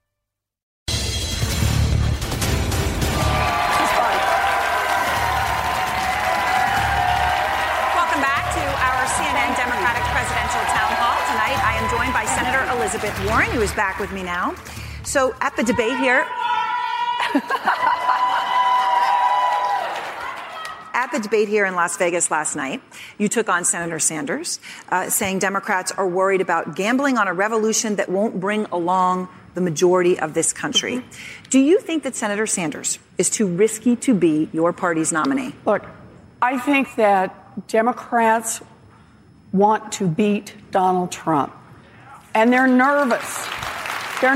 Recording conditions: live audience